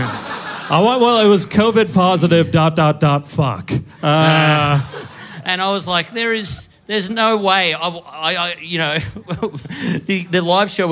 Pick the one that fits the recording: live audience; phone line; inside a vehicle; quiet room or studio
live audience